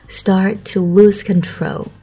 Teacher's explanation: Start 跟前面的 storm 一样的规则，浊化。Start to 两个 t 读一个就好